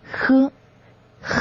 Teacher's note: 在发呵音的时候，我们舌面的后部隆起，接近我们的硬腭和软腭的交界处，形成间隙。这个时候，软腭上升，关闭我们的鼻腔通路，使气流从形成的间隙摩擦通过，然后形成我们的呵呵音。好，接下来咱们来读一个绕口令，强化呵音的练习。画花也是花，画上盛开一朵花，花朵开花花非花，花非花朵花，花是画上花，画上花开花，画花也是花。好，以上就是我们今天讲的歌科呵音。歌科呵音呢，也是最靠后的音节，所以呢，像男生呢，想要声音更浑厚的话，可以加强练习；尤其是女生，如果让你的声线更加优美、更加动听的话，也可以多加练习歌科呵音。好了，这节课我们就讲到这里，下节课同一时间，我们与您不见不散。